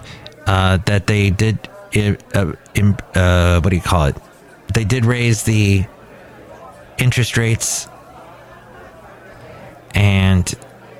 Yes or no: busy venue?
yes